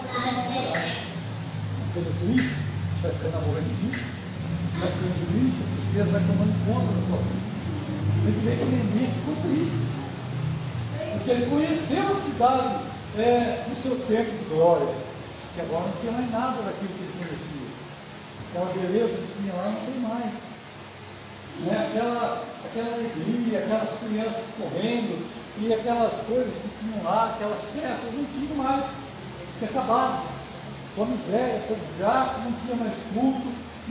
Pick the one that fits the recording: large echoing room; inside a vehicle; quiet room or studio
large echoing room